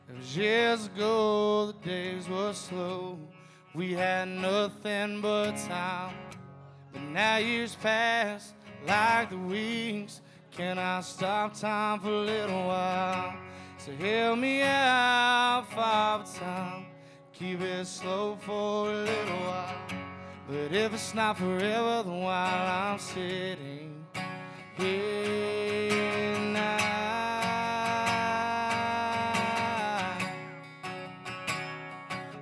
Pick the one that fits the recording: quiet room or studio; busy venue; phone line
busy venue